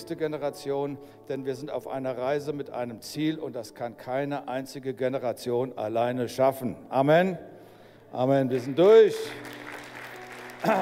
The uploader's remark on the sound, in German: aus unserem Gottesdienst am 21.